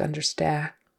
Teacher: She was kind of dropping a lot of her final sounds, like the final D and understand.